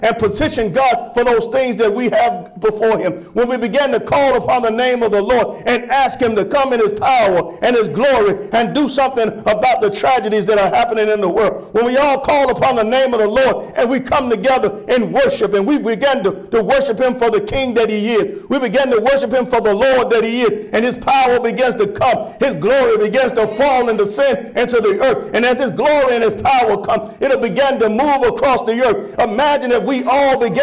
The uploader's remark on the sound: Sermon preached from Wesley AME Zion Church.